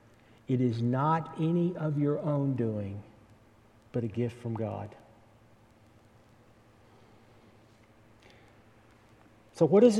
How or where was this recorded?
large echoing room